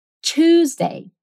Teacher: o som do T no começo de uma palavra pode soar como ch, um CH. Então, Tuesday acaba soando tipo Tuesday. · Term: Irish accent